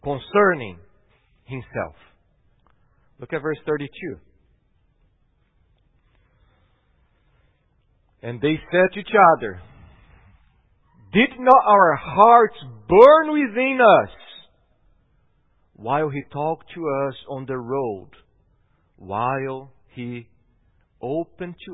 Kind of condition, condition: setting, large echoing room